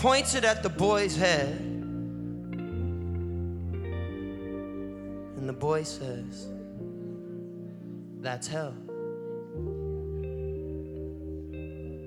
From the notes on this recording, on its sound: Live in Madison.